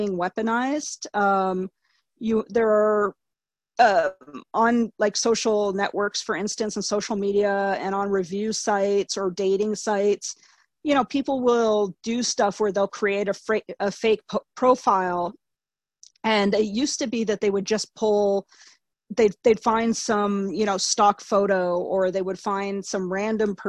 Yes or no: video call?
yes